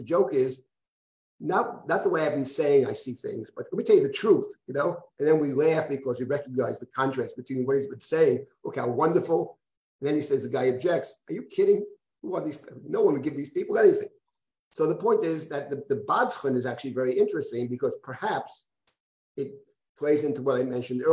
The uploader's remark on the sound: This audio was originally captured from Zoom